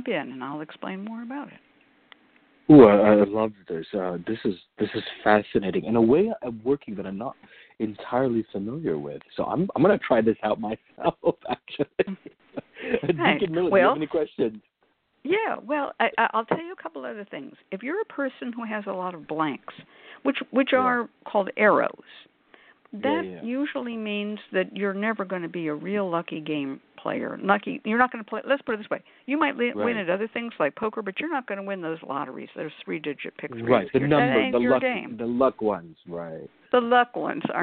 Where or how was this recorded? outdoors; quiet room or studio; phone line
phone line